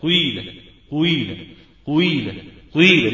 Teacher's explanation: الياء المشمة بصوت واو، ياء مشمة بصوت واو، قيلة قيلة قيلة قيلة لقراءة الكسائي وهشام.